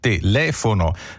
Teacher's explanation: In telefono cade su le, telefono, quindi non diciamo telefono come Stanley Olio. · Term: accento tonico